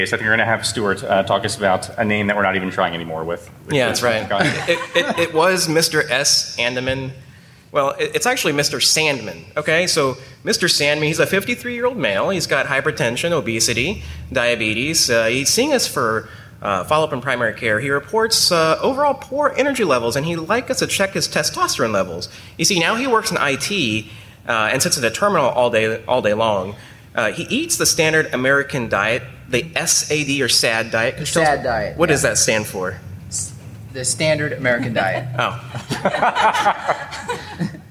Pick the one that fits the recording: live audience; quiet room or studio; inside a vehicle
live audience